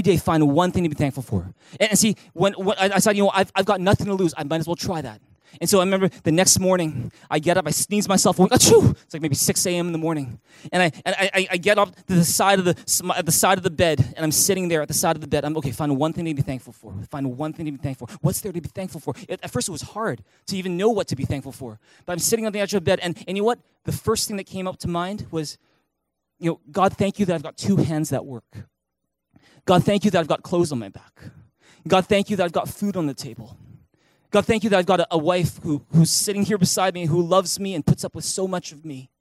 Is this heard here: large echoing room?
yes